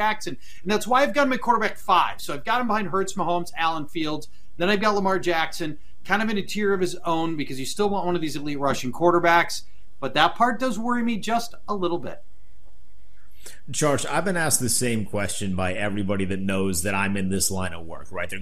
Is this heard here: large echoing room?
no